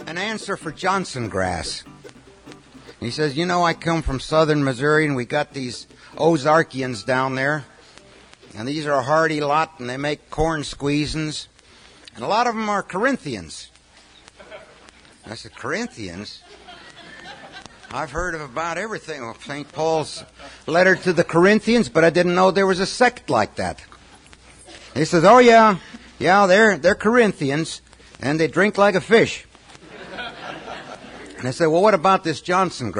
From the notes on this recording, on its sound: In this talk from an archival Eco-Ag Conference presentation. A few farmers in the audience.